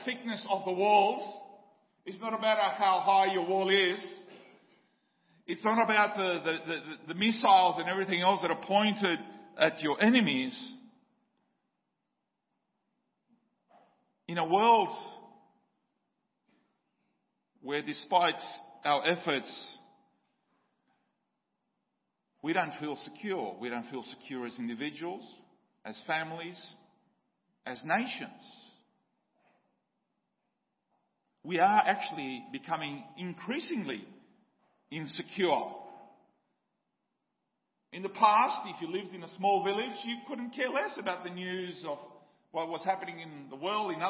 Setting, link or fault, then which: setting, large echoing room